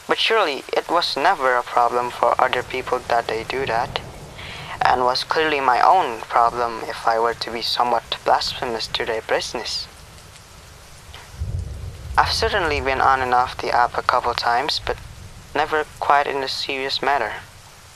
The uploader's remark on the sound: Yes i indeed recorded this in my car. Sorry for the duplicated audio on the podcast.